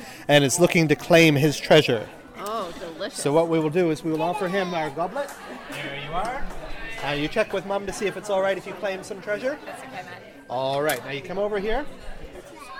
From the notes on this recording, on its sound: Tamariki Book Festival - Festival Day. A snapshot of the events and performances at the Tamariki book Festival 2020.